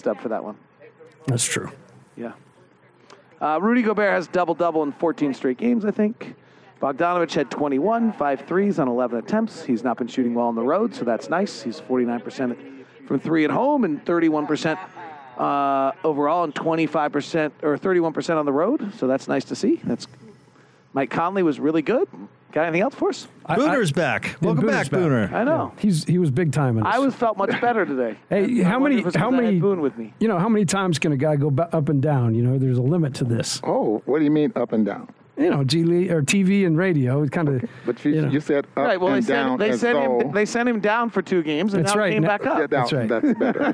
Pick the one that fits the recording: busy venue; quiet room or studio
busy venue